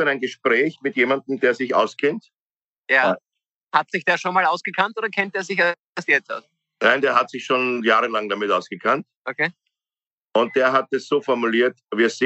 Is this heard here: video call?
yes